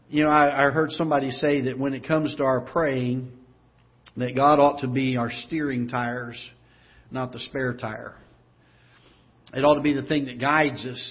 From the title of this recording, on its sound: Ketha Heights Baptist Church ~ Live Broadcast